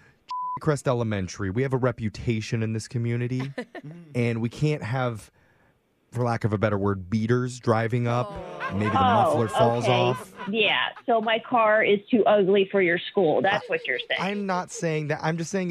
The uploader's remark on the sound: Phone Tap